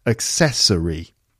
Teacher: Four syllables, and it's the second syllable again.